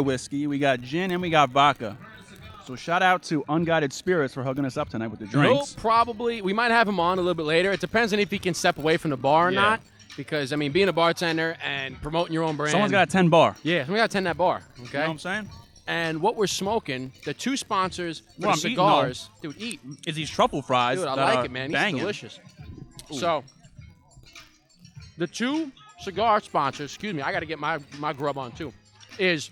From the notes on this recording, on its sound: LIVE from New York Cigar Weekend